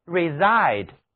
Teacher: 请注意这里的重音放在 side 上面，读作 zide